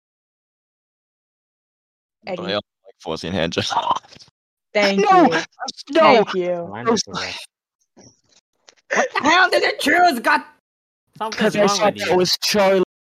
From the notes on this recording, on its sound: I sound glitchy because I’m on a new computer